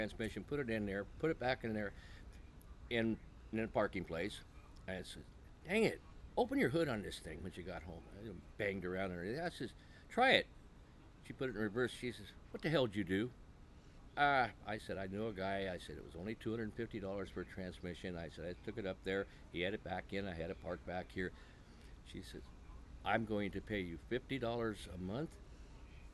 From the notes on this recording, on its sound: outside of their 5th wheel in Birch Bay, WA